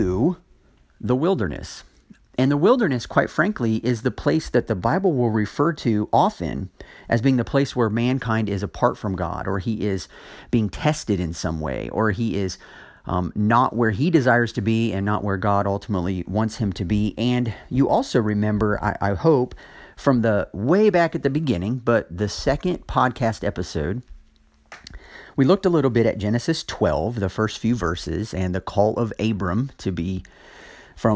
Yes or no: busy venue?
no